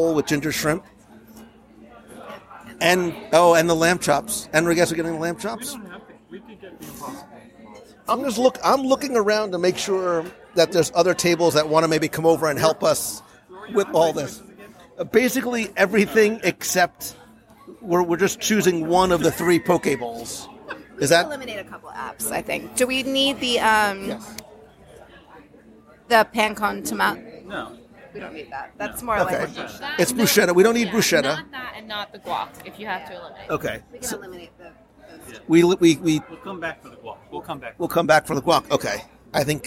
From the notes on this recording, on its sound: Three Bridges Live Review. Come with me to Three Bridges Bar and Grill at Villa del Lago at Disney's Coronado Springs Resort for a live dining review of a resort lounge.